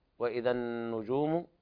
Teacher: الحرف الغنة مشدد يغني مقدار حركتين، كذلك أيضا إدغام شمسي.